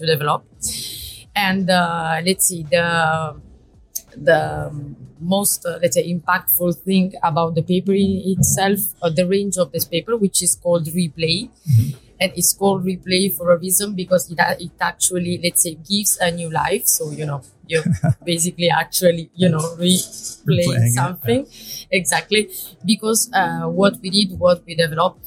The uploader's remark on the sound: Live from Packaging Premiere Milan